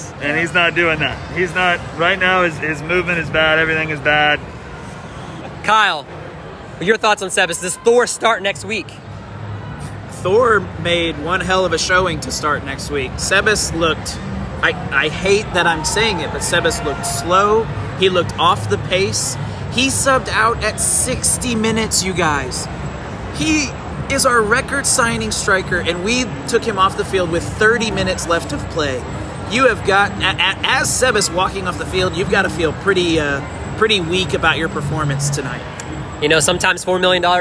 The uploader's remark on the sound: Live from PNC Stadium.